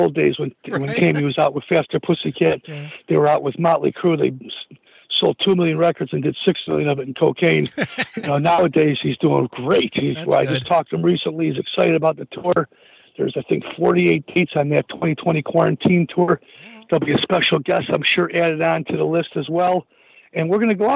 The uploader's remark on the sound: called